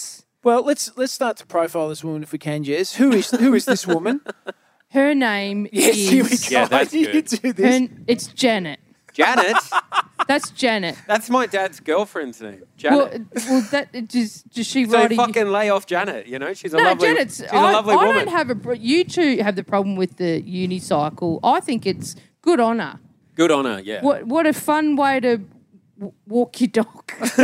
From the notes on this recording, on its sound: LIVE SHOW. Recorded Live at Comedy In The Vines 2023.